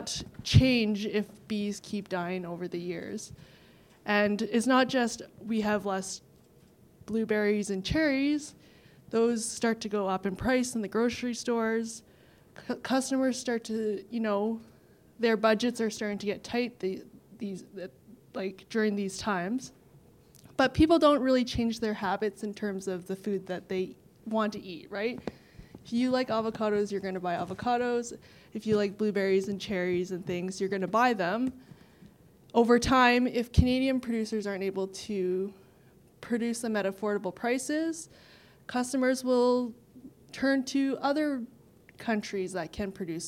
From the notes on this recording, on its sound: Achievement Awards Panel – Part 2 (2022 AWESOME Conference). Panel chat that was recorded live at the 2022 AWESOME Conference.